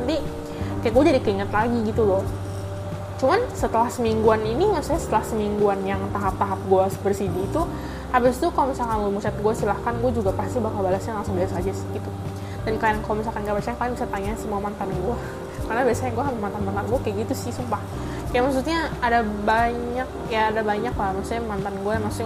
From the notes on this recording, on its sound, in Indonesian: maaf ya kalo ada background soundnya agak ganggu, ada suara speaker, kipas angin